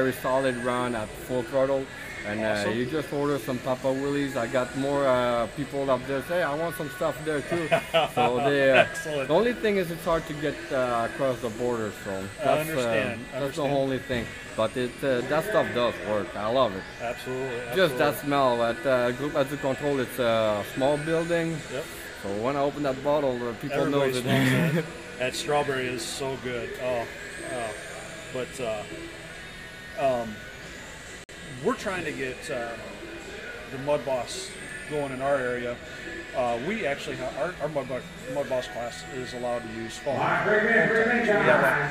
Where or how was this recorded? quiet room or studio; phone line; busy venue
busy venue